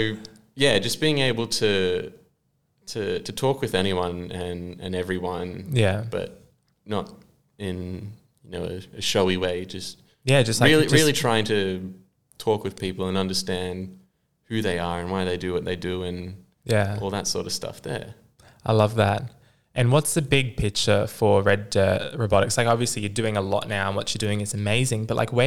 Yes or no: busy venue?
yes